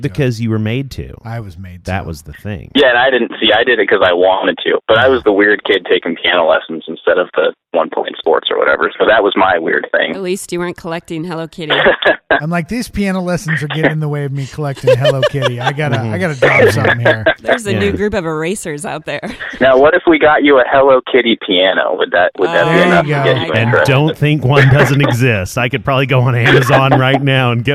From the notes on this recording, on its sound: we had end-to-end phone calls this episode